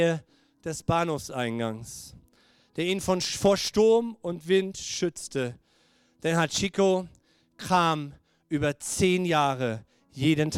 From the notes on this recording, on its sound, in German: Gottesdienst Predigt.